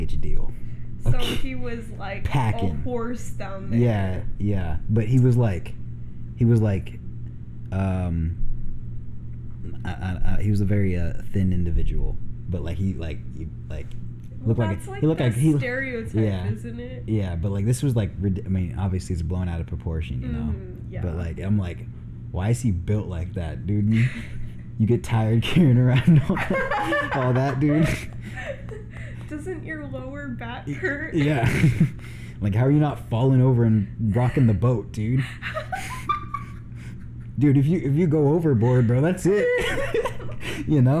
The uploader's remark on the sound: audio is a lil rough in this one sorry